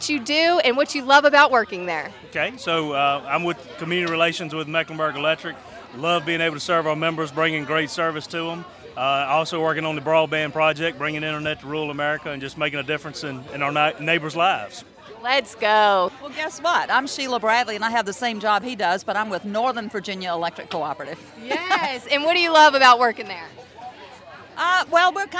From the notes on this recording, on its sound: Live at Business After Hours. Reports live from a Rogers Heating & Cooling business after hours event. Interviewing some of South Boston’s business owners and professionals.